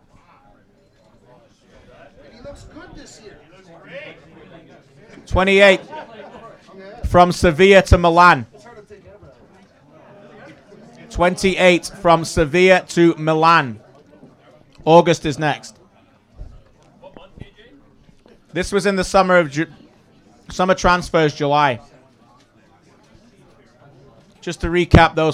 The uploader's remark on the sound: Brings his annual Quiz to the big stage and the Soccer Talk audience plays along.